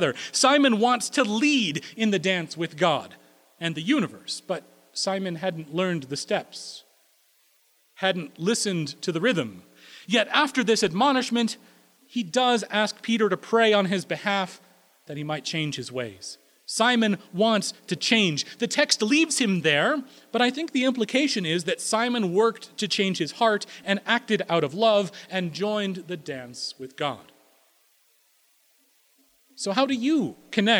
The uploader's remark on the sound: Recorded May 1, 2016 at Corona United Presbyterian Church, New Mexico